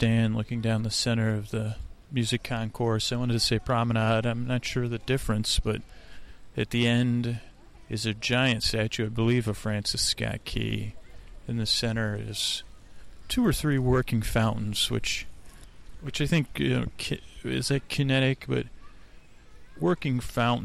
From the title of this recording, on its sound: On Location at Golden Gate Park